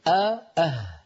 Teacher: الهاء تخرج من أقصى الحلق